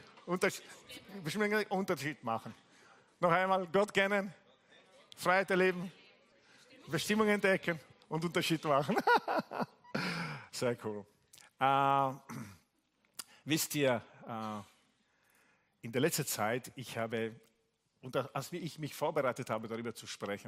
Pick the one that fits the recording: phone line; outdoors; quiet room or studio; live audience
live audience